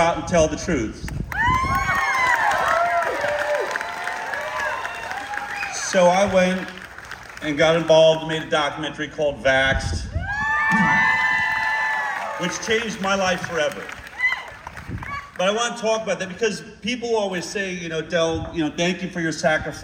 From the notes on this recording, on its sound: Heal the Divide from San Diego! Recorded this speech from the audience at Humphrey's By The Bay in San Diego, May 29 2023.